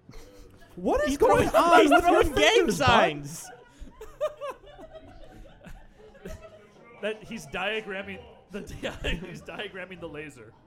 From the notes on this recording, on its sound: Coming to you live from Drifter Coffee in Ferndale, Michigan. The first ever Good Brews Bad Views live episode. A live vote where the fate of the podcast is decided upon.